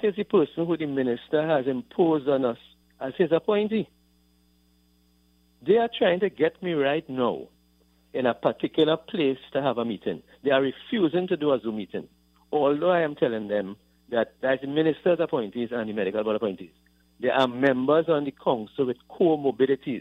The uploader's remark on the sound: During this hour we take calls from our audience